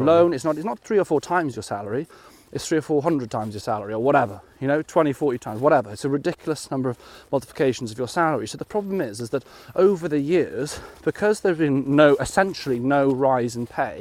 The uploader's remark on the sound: a beautiful snowy stomp in Greenwich Park